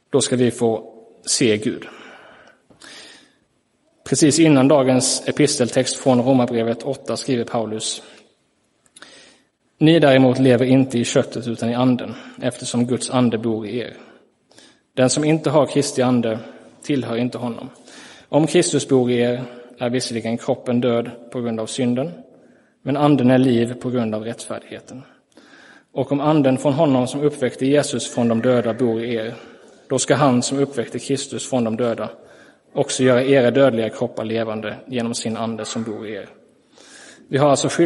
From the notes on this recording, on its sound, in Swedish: Inspelad i Roseniuskyrkan den 30 juli 2023.